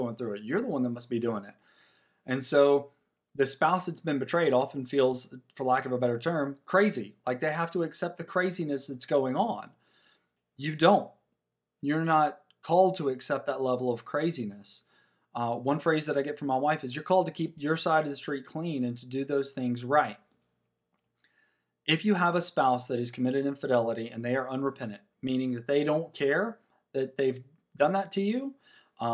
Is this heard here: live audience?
no